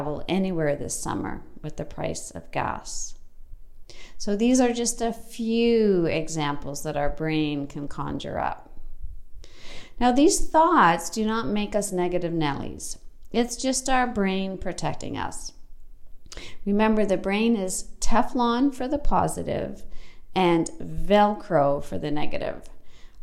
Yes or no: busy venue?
no